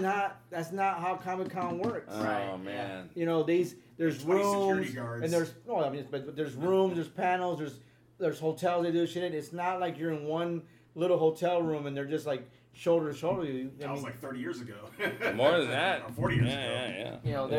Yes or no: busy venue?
yes